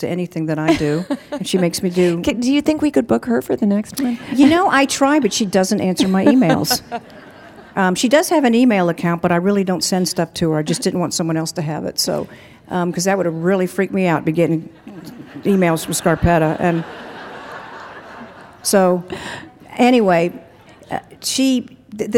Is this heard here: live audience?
yes